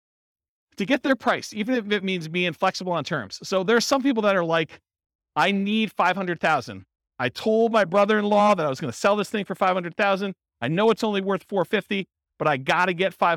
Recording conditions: live audience